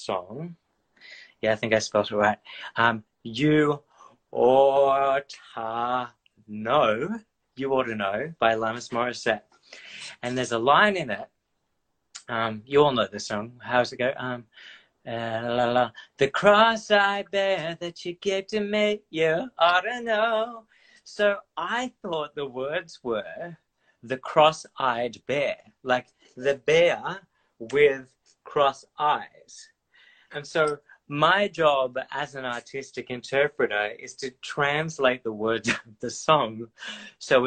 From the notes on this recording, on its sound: the show was recorded from its Instagram Live feed